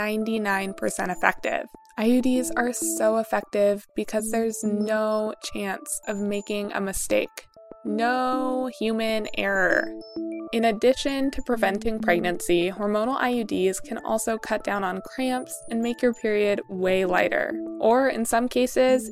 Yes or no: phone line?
no